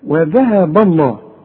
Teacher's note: لفظ الجلالة دائما اللام احنا قلنا مفخمة · الذاء دي ترقق وتطلع لسانك فيها